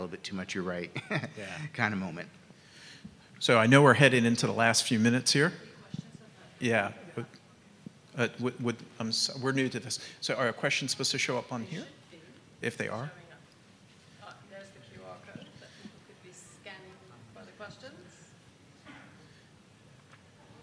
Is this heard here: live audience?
yes